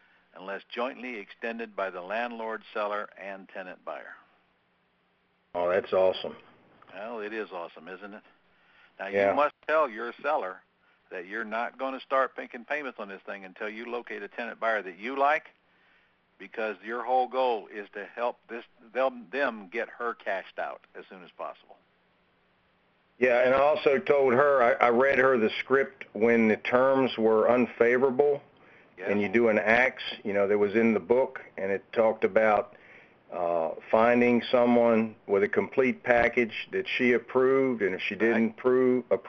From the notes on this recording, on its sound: 11-10-2014 Q&A Call